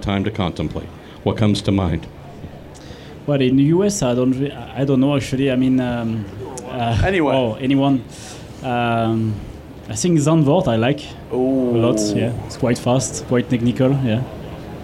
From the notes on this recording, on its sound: It's The Week In Sports Cars Live from the crossover IMSA and WEC event at Sebring where the European and American Ford Chip Ganassi teams came together for a 30-minute podcast hosted for fans in the paddock